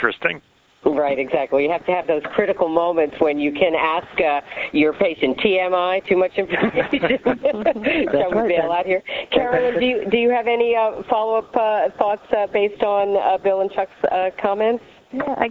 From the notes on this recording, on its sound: May 2006 Author in the Room® Teleconference